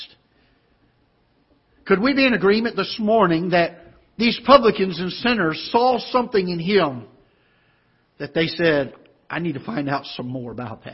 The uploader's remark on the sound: Ketha Heights Baptist Church ~ Live Broadcast.